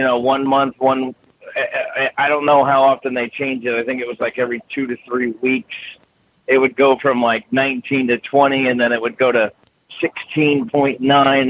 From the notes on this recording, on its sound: Questions from the AudioRoad. Call in Question and Answer Show.